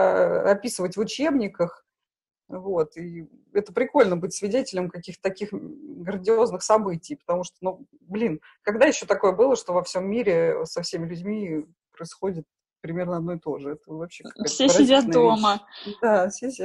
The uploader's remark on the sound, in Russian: Записан в Zoom. Мы сидим в режиме самоизоляции.